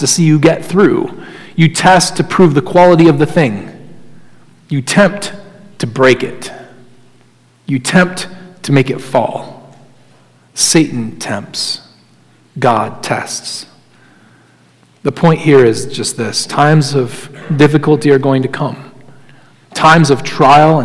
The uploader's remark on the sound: Sermon Audio from Crossway Christian Church.